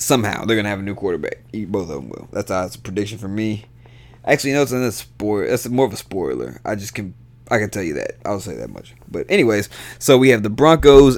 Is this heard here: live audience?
no